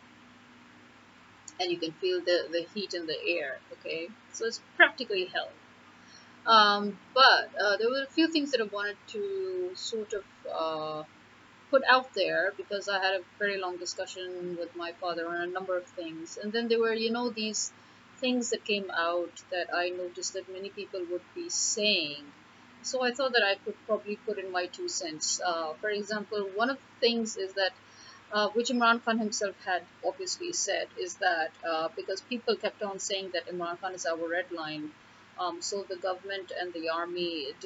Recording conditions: distortion